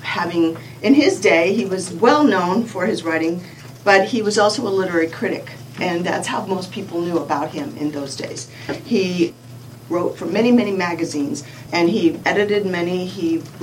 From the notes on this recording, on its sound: An excerpt from the lecture. At Odyssey in the summer of 2013.